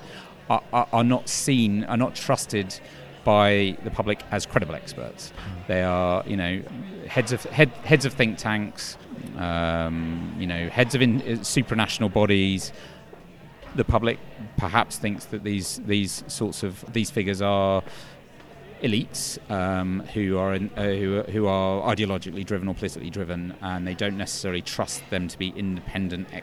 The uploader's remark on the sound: The second of two shows recorded at PRWeek's PR360 conference